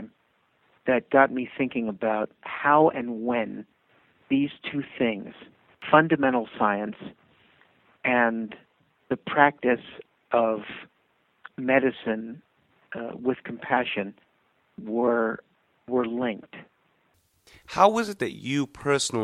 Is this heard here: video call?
no